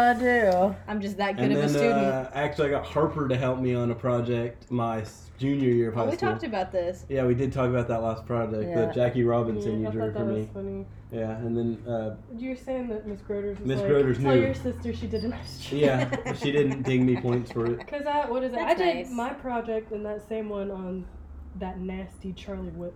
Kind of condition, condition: fault, sounds in the background